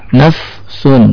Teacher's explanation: ketika mengucapkan naf sun, bukan nap. Kalau nap maka terjadilah qalqalah.